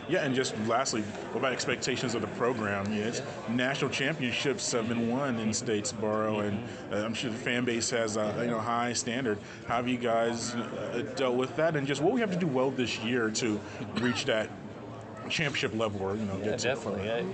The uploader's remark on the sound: during the Sun Belt Media Day event in New Orleans July 26